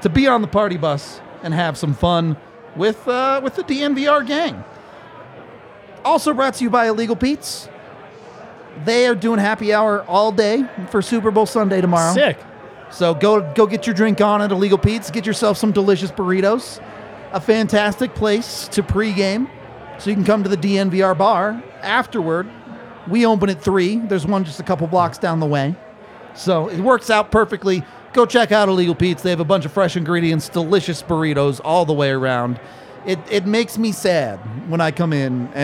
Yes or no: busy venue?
yes